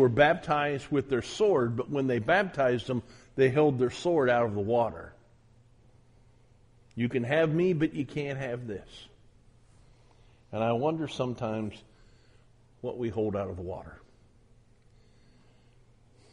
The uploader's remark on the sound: at the Southwest Church of Christ in Omaha, Nebraska